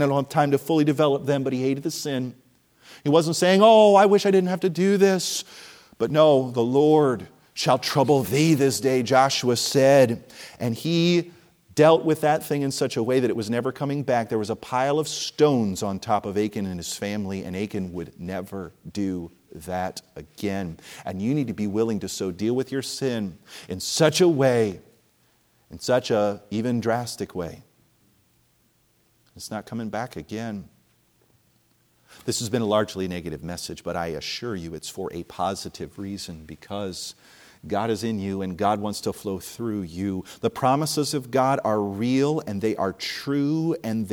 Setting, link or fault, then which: setting, large echoing room